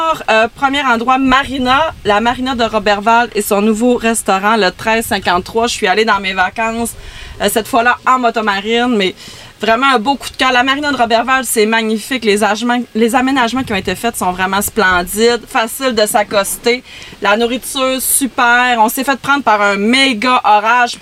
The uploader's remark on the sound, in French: Encore une fois enregistré sur un PONTON ! Merci à Sports DRC Alma pour votre accueil!